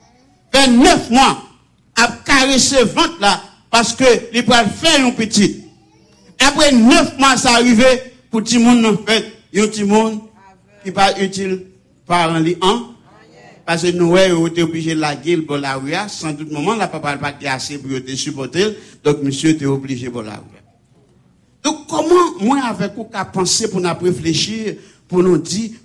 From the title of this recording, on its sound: Sunday Service Live